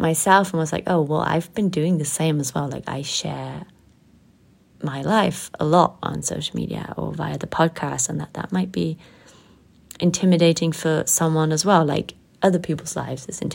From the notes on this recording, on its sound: The technical set up is still not the best and out of emergency I recorded this episode with my phone.